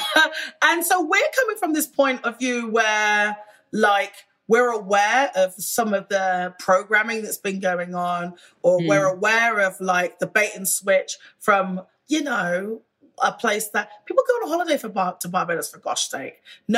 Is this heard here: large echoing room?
no